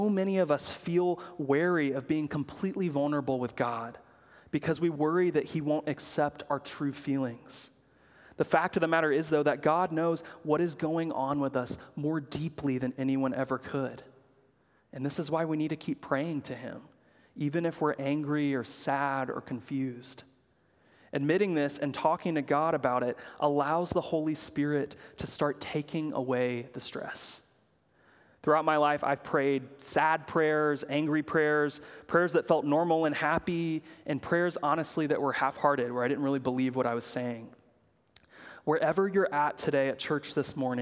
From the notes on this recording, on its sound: preached at Good Shepherd Oak Cliff